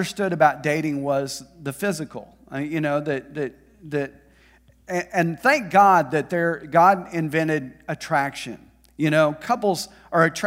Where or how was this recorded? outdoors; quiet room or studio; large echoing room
large echoing room